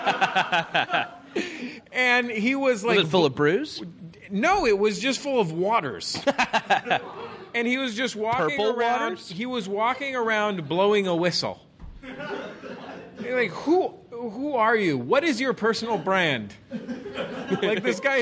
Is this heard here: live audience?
yes